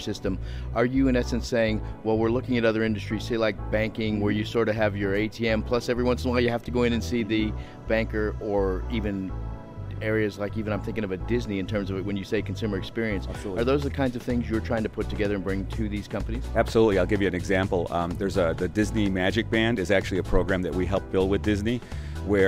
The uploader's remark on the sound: LIVE from #HiMSS16